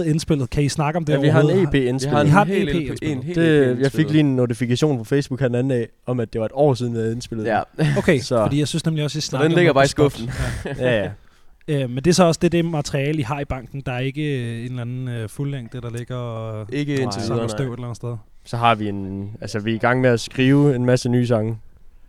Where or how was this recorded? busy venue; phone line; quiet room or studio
busy venue